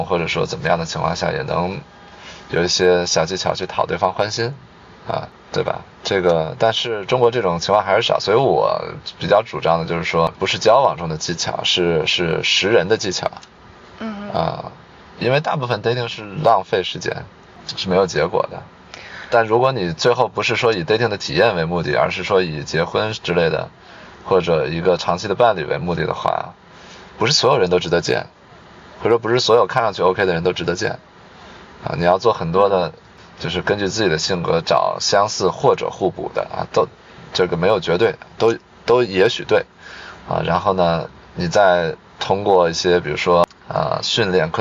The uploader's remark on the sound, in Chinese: 后面每个话题都是纯临场，连大纲都没有。因为边开车边录的，有点吵……已经尽量降噪啦，下次有室内录制！